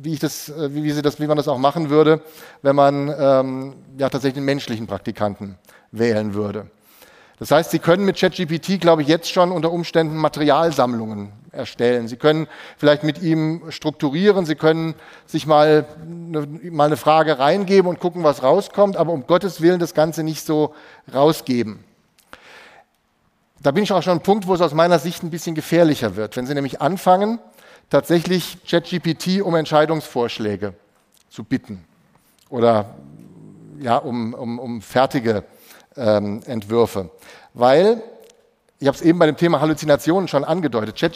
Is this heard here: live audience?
yes